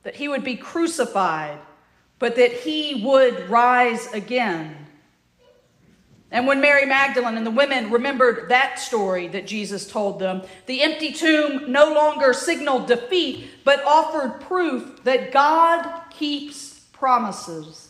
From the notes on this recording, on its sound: At the Church to the Messiah (recording) in Heflin, Alabama.